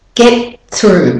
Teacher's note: Can you hear get? And I've put my tongue up to the T position, but I haven't released it like normal and then gone to the TH. Get through.